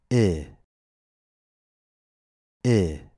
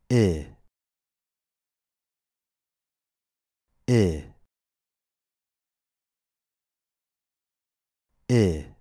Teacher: Raise the center of your tongue high and forward. This position is close to E, but it is slightly lower, less forward, and more relaxed than E. The lips are relaxed.